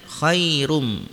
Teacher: Kemudian khairum, ru di sini adalah ro-nya dibaca tafhim atau tebal karena ro-nya berharokat dommah. Kemudian khairum di sini ada idgum bigunnah.